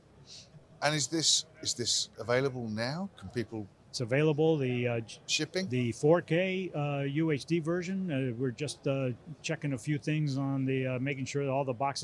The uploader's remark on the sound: At IBC 2022